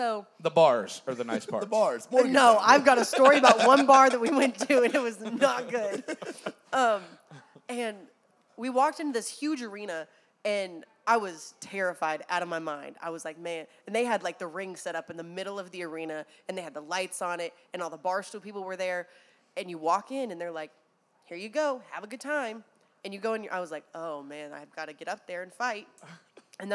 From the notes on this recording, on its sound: broadcasting live from the iconic Live Oak Music Row in Nashville